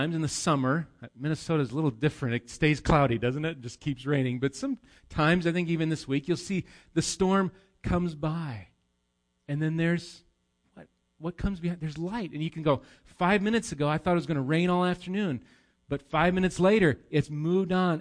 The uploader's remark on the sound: Recorded live at Bethany Bible Church